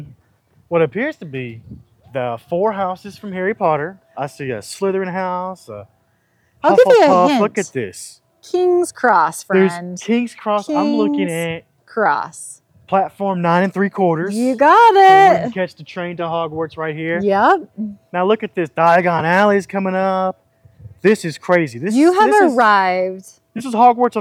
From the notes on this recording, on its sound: Take you on a walking tour of the island in Daybreak, Utah to visit Barbie Land!